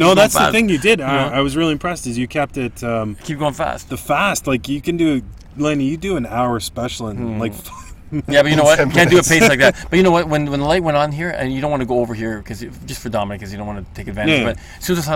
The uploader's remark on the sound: sits down in the car studio